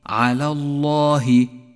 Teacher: فخمت اللام من لفظ الجلالة لأنها سبقت بحرف مفتوح · Term: لام لفظ الجلالة